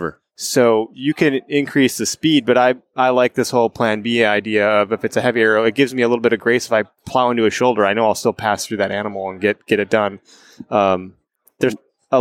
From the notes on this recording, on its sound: This podcast was recorded in the Latitude Outdoors booth at the 2022 ATA show in Louisville Kentucky.